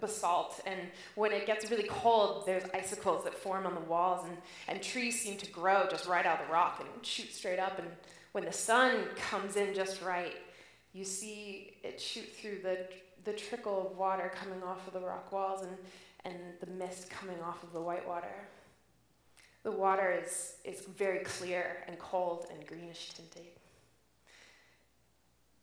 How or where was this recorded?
live audience